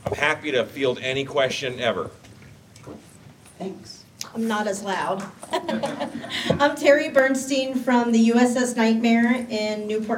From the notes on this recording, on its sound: Recorded live on Saturday from Transworld’s Halloween & Attractions Show. While I snipped a few things out for continuity, this remains mostly unedited.